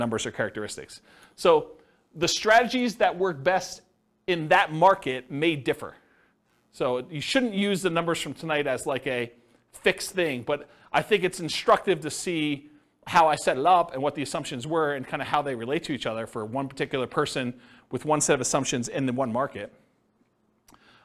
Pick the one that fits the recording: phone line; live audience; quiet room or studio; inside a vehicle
live audience